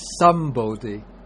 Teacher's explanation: the ung turns into the nasal that belongs with the labial consonants. That is like the P and the B. · Term: regular M